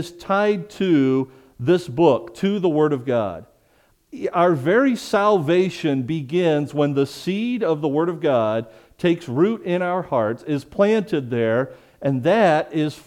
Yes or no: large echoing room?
yes